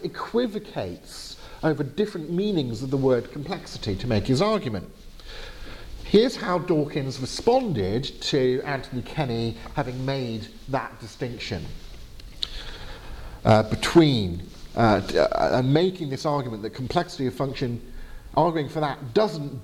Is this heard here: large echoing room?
yes